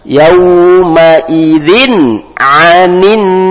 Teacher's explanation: tanwin bertemu dengan huruf ain, maka dibaca, hukumnya izhar, dibaca jelas